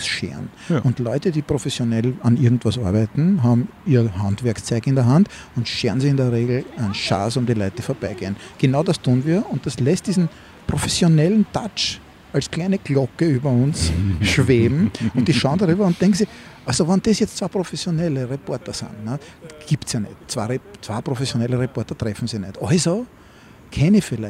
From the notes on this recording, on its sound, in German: Aufgenommen am Donaukanal.